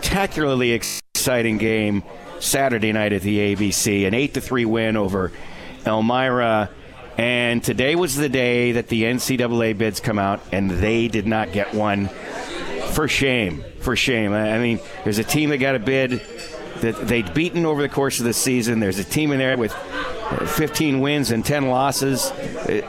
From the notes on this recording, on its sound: Comets Insider live from Swifty's.